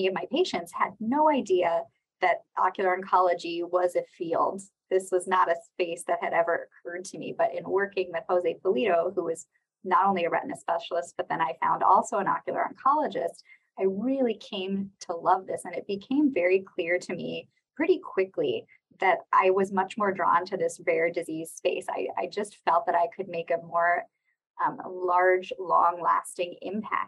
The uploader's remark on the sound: Special Rare Disease Day Webinar, recorded live on Feb 28, 2023.